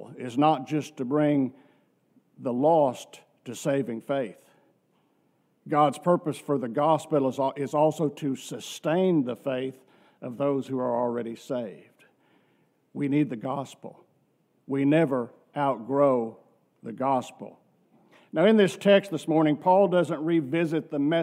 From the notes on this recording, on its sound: from our worship service on November 26, 2023